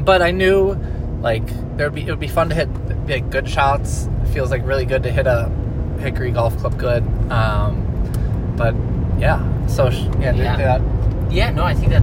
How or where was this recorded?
inside a vehicle